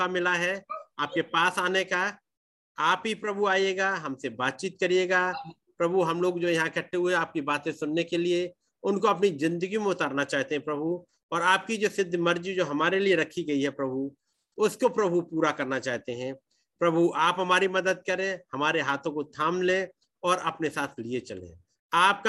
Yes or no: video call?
yes